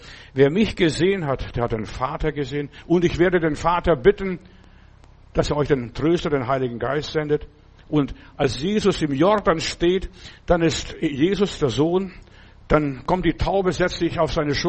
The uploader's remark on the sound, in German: im Gemeinde-Zentrum in Berlin aufgenommen